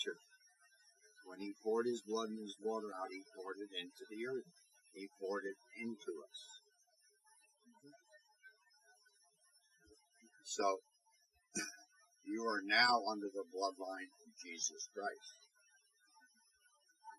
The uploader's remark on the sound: We apologize for the audio quality. We are still new and are working things out.